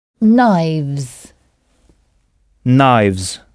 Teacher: mais on ne prononce pas le K initial. Et bien sûr, c'est la même chose pour le pluriel knives.